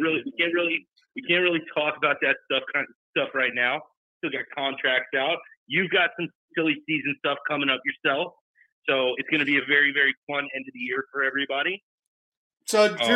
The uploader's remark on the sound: Live calls from the peanut gallery. 2x - SENNHEISER HD 206 Closed-Back Over Ear Headphones.